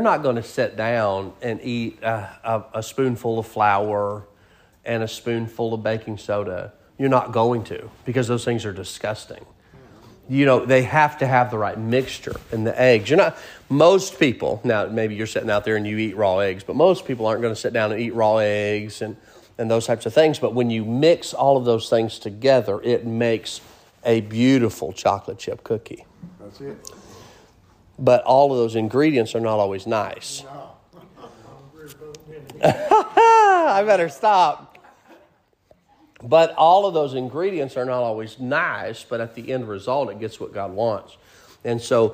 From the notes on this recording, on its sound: Sermon preached at Mid County Baptist Church